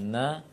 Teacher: Kalau seandainya kita tutup hidung ketika mengucapkan na, maka na tidak akan keluar · Term: gunnah